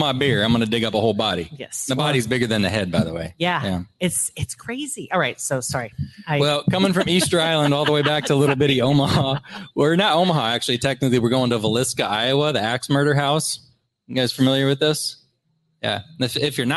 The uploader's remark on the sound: LIVE podcast recording at Hurrdat Sports Bar